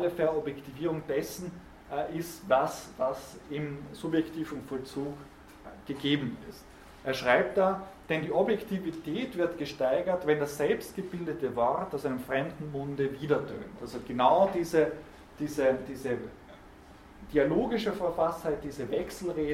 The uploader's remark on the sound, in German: Diese Vorlesung wurde von Studierenden aufgenommen